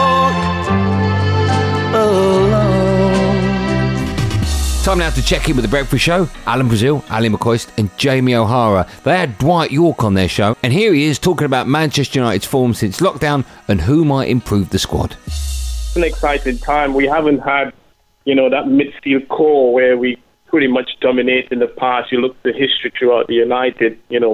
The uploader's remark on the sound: We hear the moment Liverpool are confirmed as Premier League champions as Manchester City lose at Chelsea. Ecstatic Reds fans call the Sports Bar as crowds gather at Anfield to celebrate.